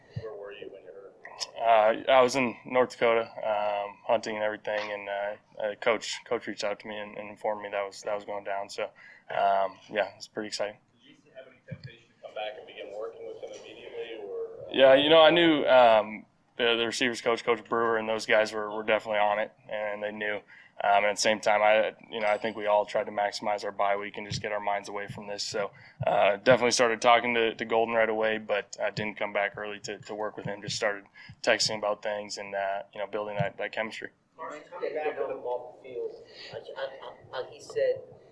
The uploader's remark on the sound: Double decker press conferences!